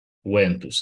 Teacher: Care nu era V, era U, un U consonantic.